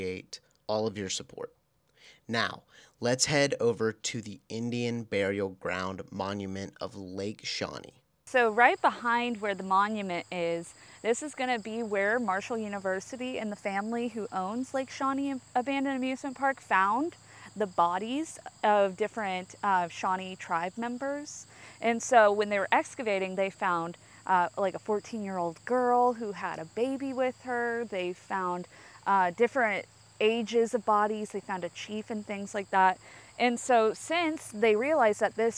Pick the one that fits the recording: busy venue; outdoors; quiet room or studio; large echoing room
outdoors